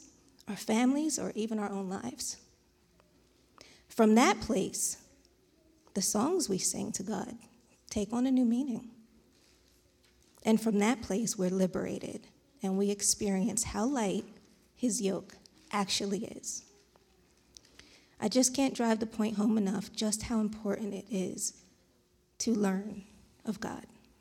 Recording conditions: large echoing room